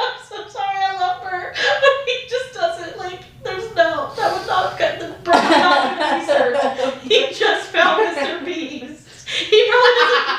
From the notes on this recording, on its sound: Ran out of storage on my MacBook. If the audio sounds weird its because I had to pull it from the video.